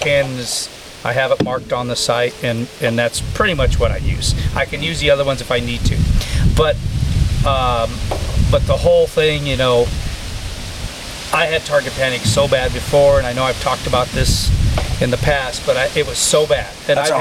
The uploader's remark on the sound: We filmed this outside, the wind was blowing a bit, so there is a high probability of some background noise